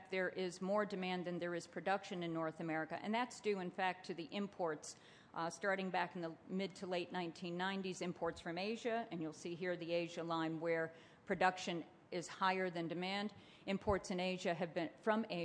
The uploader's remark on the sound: A presentation for the 2010 Paper Recycling Conference & Trade Show in June.